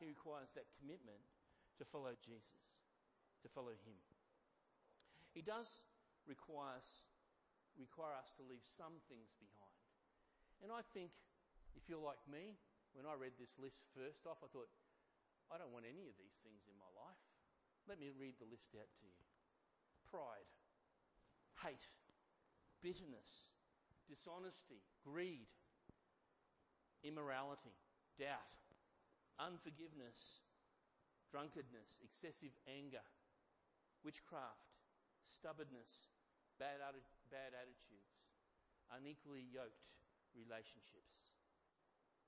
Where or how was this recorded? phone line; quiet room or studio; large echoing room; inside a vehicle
large echoing room